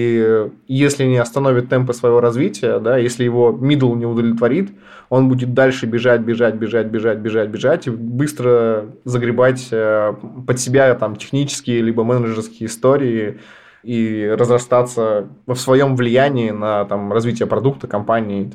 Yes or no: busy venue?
no